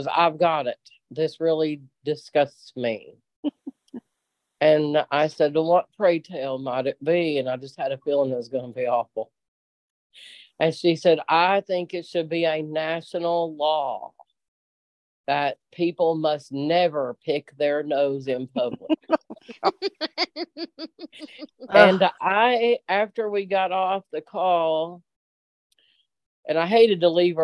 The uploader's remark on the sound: Originally Broadcasted June 26, 2023, on ACB Zoom.